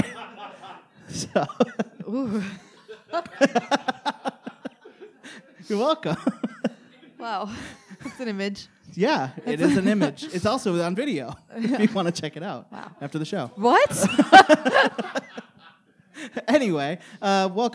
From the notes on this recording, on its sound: LIVE at Detroit Women of Comedy Festival 2019.